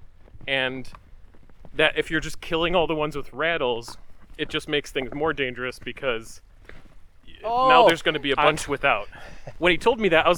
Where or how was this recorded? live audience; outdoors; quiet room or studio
outdoors